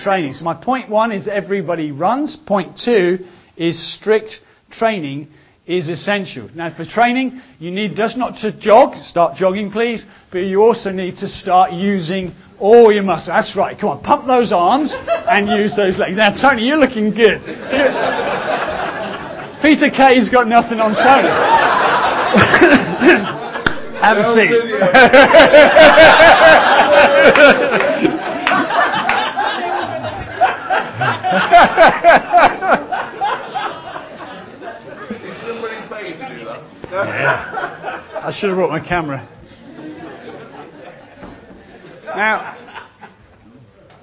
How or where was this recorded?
live audience